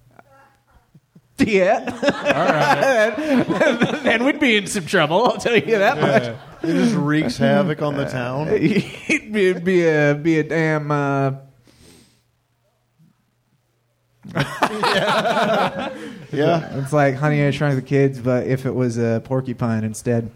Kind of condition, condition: setting, live audience